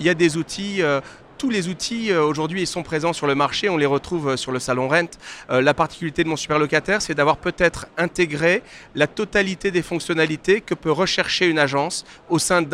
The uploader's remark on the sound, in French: Cet épisode a été enregistré en live du RENT.